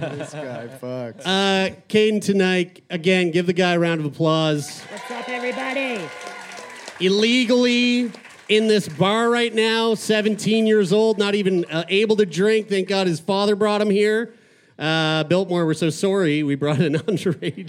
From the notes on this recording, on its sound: LIVE From Vancouver! A very special live show from the Biltmore Cabaret in beautiful Vancouver, Canada!